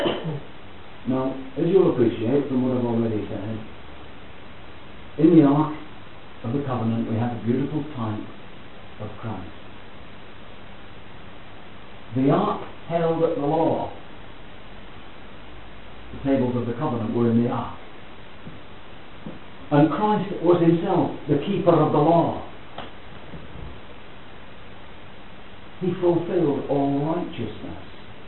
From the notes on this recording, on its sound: Please note that the audio is of poor quality.